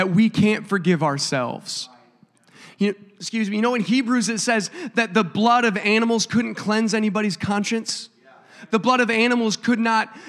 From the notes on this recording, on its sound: a service recording from Connect Point UPC